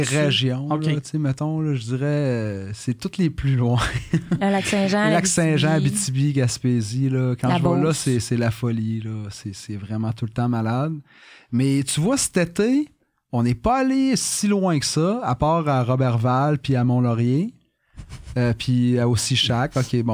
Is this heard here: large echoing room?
no